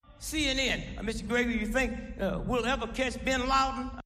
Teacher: He also stressed the verbs think and catch, and the adverb ever. Note that he did not stress the pronouns you or we. He also didn't stress the auxiliary verbs. · Term: stress content words